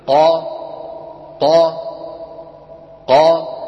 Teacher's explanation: العمل الأول عمل مخرج القاف اللي هو أقصى اللسان، وصاحبه مخرج الألف اللي هو أم الفتحة · Term: قافا مفتوحة